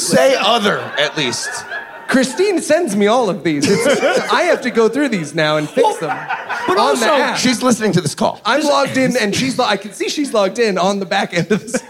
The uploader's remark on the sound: Sound of Freedom LIVE from Las vegas.